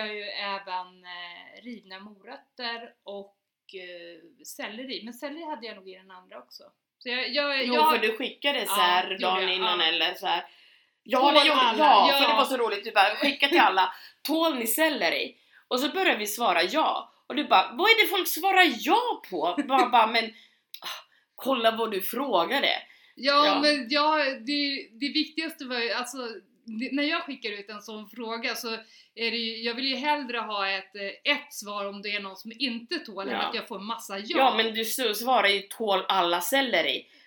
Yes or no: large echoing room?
no